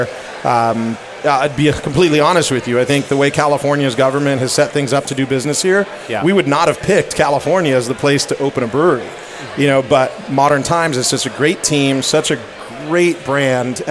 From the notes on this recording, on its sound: Live from Modern Times.